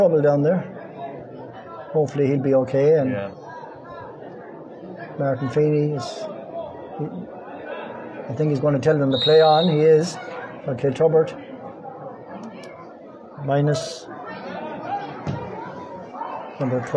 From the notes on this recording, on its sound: Live commentary of first half.